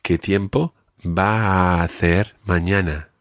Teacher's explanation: You can run all your A sounds together there.